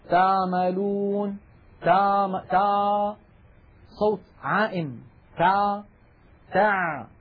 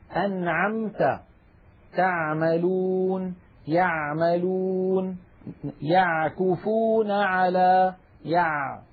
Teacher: العين الفصيحة أعمق إلى تحت أكثر · Shown in: second take